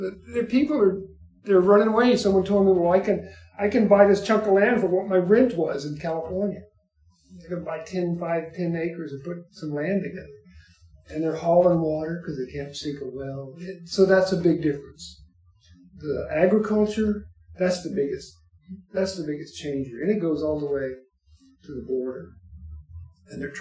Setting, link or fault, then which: fault, poor sound quality